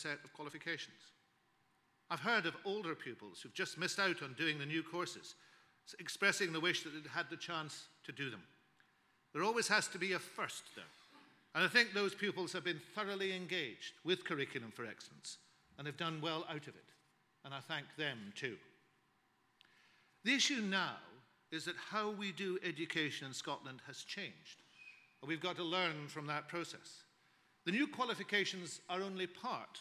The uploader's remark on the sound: Scottish Learning Festival 2014 - Keynote Speech